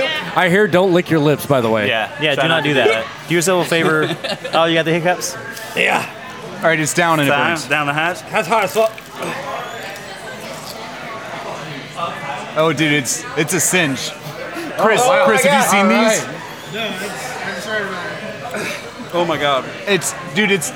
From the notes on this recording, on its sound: Recorded at Rocky Mtn Pizza in Atlanta, GA.